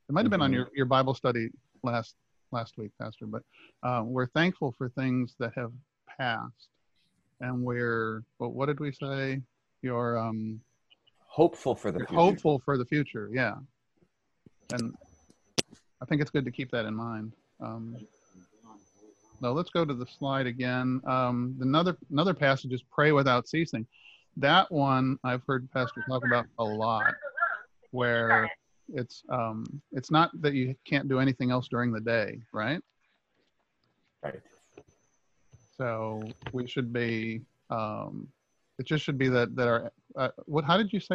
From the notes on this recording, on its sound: ZOOM recorded Bible Classes